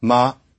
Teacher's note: If it's low tone, ma, then that means scold.